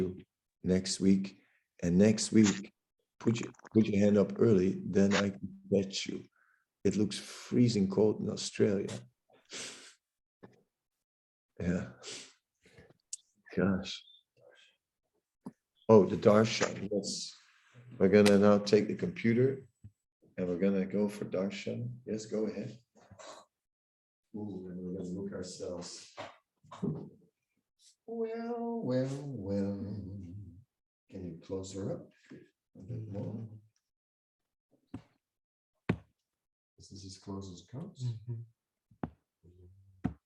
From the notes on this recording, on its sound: Zoom Meeting